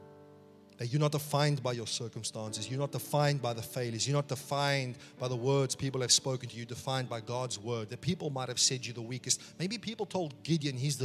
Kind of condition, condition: setting, large echoing room